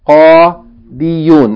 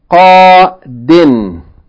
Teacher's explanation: the ya is deleted and the vowel dhamma is deleted, but the tanween sound from the dhammatain is retained · Shown in: second take